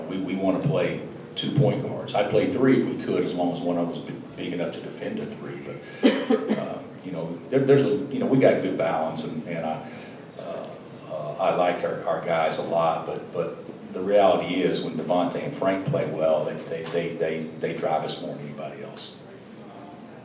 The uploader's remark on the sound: Press Conferences & Post-Game Interviews